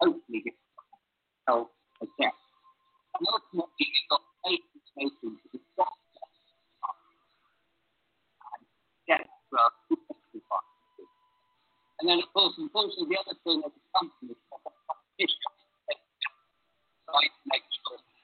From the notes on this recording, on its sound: This show was done on Zoom.